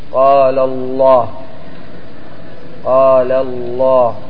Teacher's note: ومعنى التفخيم كما تقدم هو التسمين والتغليظ الذي يدخل على ذلك الحرف ويدخل على صوته تغليظ. فتنطق بلام لفظ الجلالة مفخمة عندما يكون قبلها حرف مفتوح أو مضموم